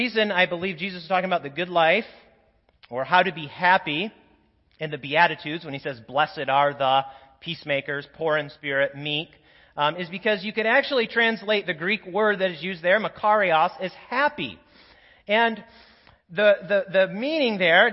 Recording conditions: large echoing room